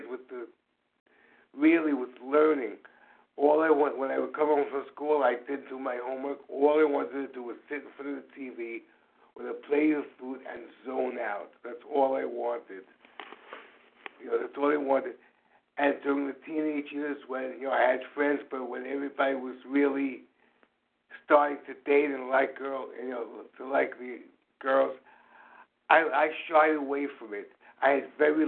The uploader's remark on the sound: From the 100 Pounders Phone Meeting, 2/26/23.